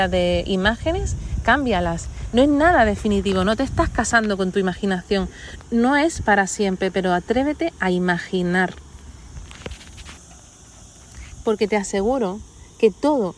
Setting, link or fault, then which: setting, outdoors